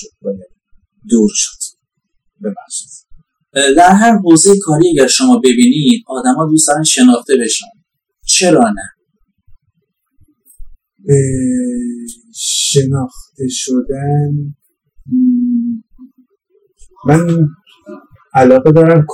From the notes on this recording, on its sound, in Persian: کیفیت صدا در این اپیزود خیلی پایین هست